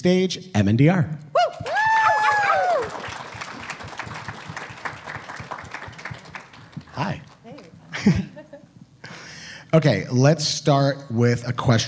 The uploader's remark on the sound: Live from Midsummer Scream 2022